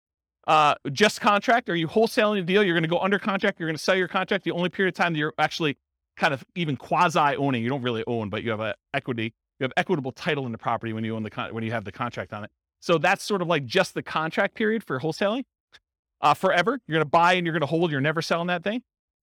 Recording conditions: live audience